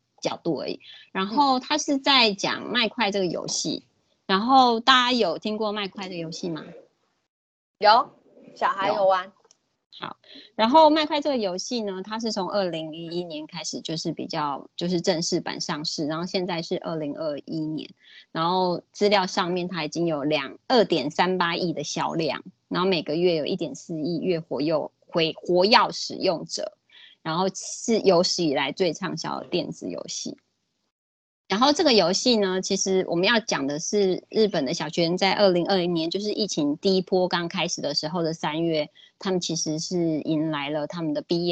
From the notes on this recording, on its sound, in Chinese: 此為線上課程錄音檔